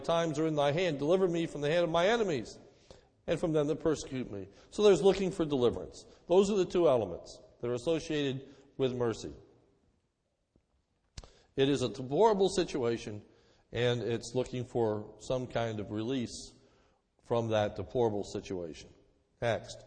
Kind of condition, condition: setting, large echoing room